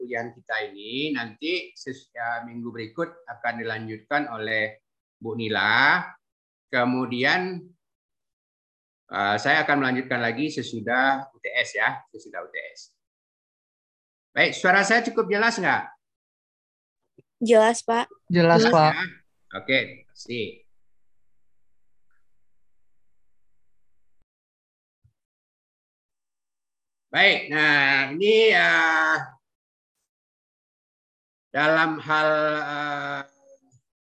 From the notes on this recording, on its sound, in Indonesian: Rekaman Zoom kuliah AMDAL Administrasi Publik Fakultas Ilmu Sosial dan Ilmu Politik Universitas Andalas (FISIP Unand).